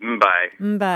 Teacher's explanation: You basically have the elongation of the lips staying closed before you do the B sound.